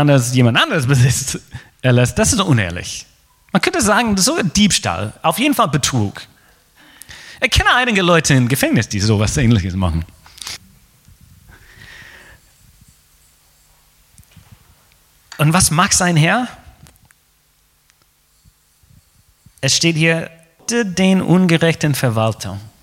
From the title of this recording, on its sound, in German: Gottesdienst vom 15. November 2020